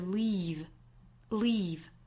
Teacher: leave 是紧音，不要口型很松弛发 leave